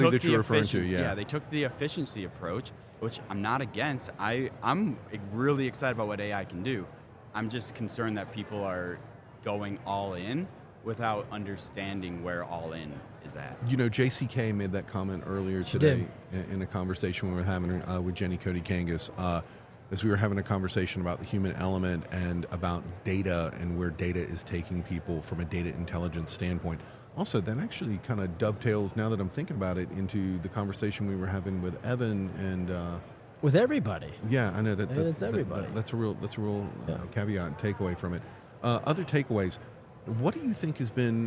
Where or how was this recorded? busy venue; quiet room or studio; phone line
busy venue